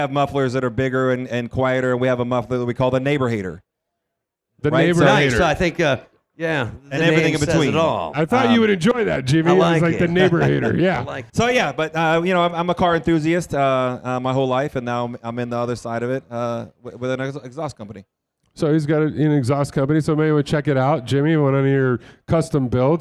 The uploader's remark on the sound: From the Shell Pioneering Performance Stage at SEMA 2019. Rock the Shell Pioneering Performance LIVE stage at the SEMA Show in Las Vegas.